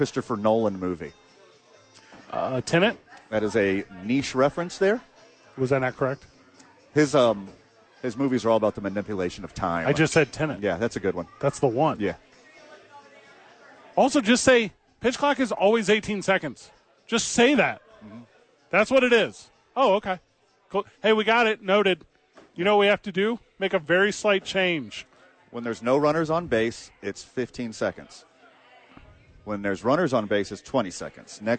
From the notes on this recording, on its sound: live from ABQ AXE!